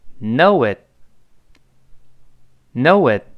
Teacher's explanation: 最后那个 t，咱们说过单词末尾的 t 读快了，失去爆破了。我们再读一下。Knowit。Knowit。呵，好极了啊！我们把整句话跟老师一块来读一遍：The <laughs> new year will be here before you knowit。好，再来一遍，争取马上就背下来。The new